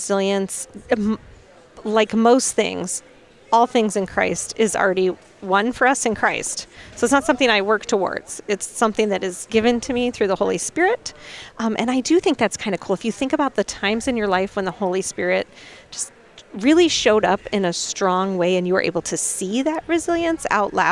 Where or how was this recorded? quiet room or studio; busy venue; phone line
busy venue